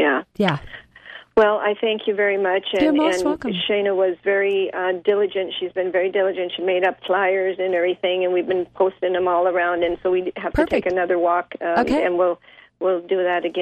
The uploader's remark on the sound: Talk Radio to Thrive By! She'll be taking live calls.